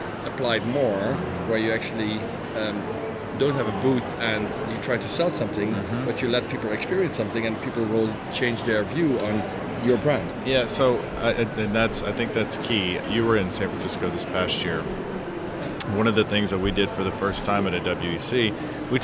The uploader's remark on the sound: Live from #IMEXAmerica